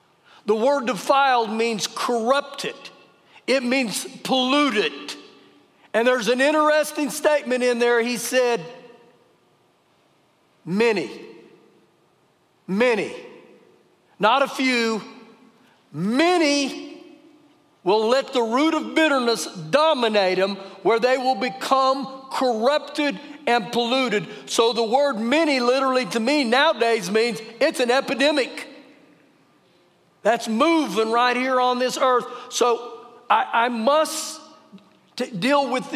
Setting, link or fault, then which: setting, large echoing room